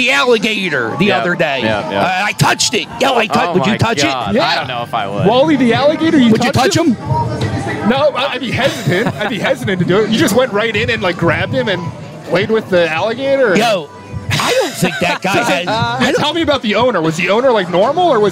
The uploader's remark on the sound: broadcast LIVE from Citizens Bank Park from the Phillies Block Party